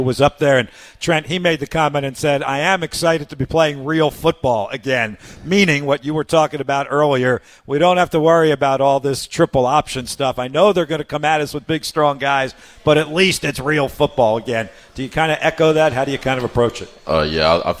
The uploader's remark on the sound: from our new radio show home, Buz and Ned's Real Barbecue on West Broad Street.